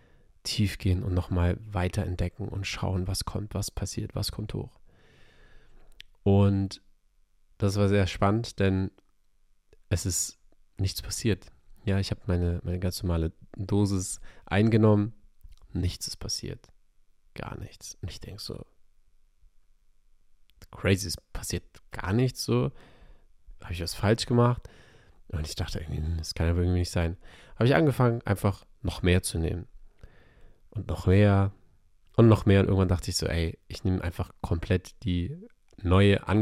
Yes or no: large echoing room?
no